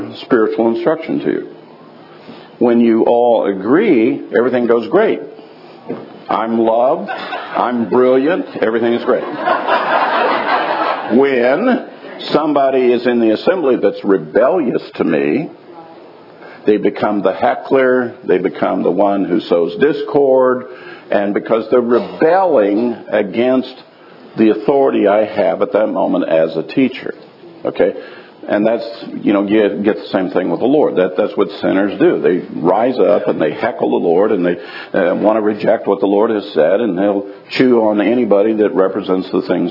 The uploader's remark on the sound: live from Tabernacles 2018